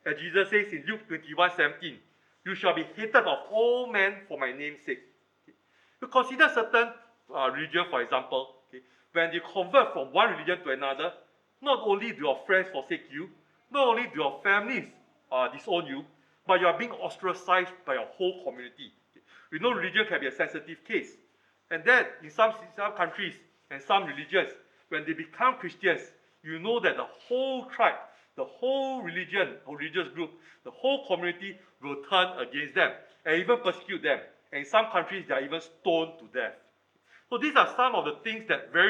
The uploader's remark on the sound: Recorded Live